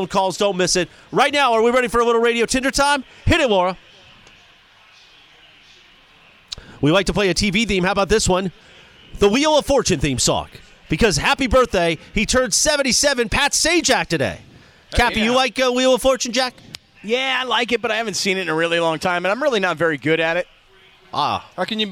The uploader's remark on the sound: Live from Yaavama.